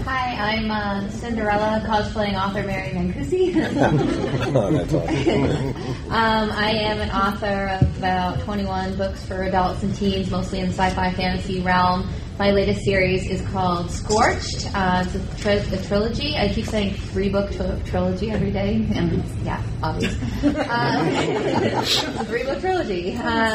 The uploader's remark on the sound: Fan Panel at DragonCon ’15. Was able to Skype.